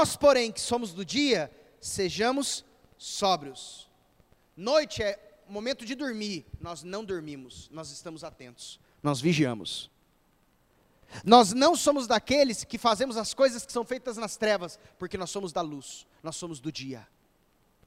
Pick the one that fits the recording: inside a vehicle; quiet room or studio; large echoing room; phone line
large echoing room